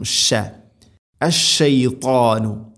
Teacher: തഫഷി എന്ന ഒരു സിഫത്ത് അതിനുണ്ട്, പരത്തി ഉച്ചരിക്കണം.